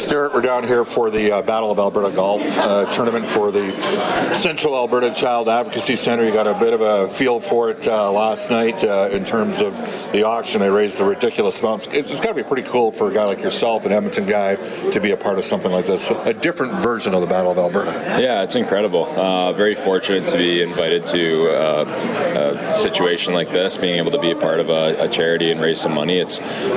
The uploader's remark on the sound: Live from Red Deer. Live from the Battle of Alberta Golf Tournament.